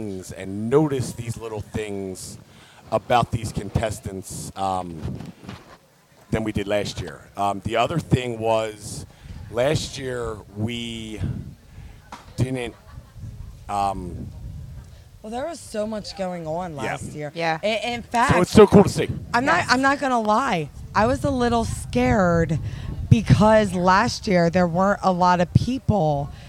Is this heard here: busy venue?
yes